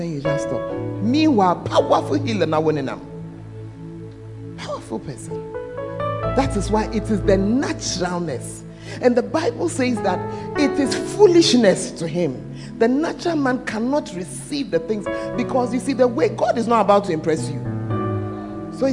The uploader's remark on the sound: Preached at the Tuesday Service